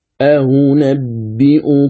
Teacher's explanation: أقرأه بين الأو وهي الهمزة المضمومة والوو، الواو المضمومة · Term: تسهيل الثانية